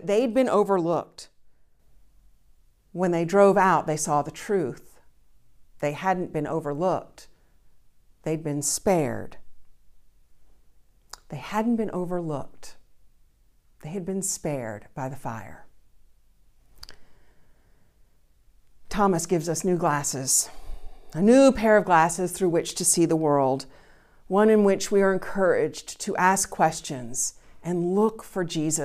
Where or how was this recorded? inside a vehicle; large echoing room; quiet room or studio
large echoing room